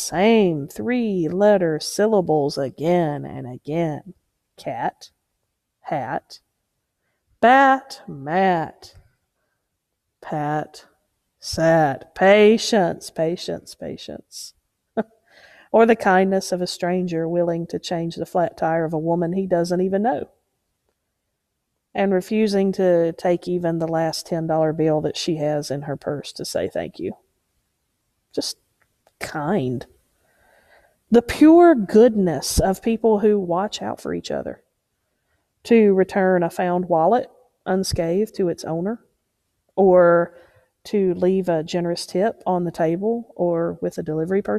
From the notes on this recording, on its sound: Preached at Unity Moravian Church